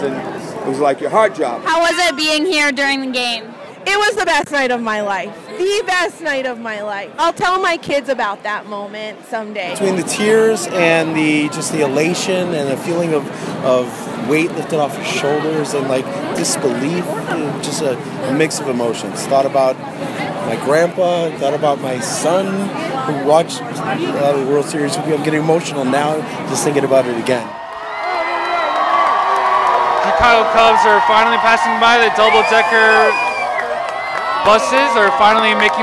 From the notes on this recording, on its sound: A team of Northwestern students went out to capture the sounds of the celebration when the Cubs brought the championship trophy home.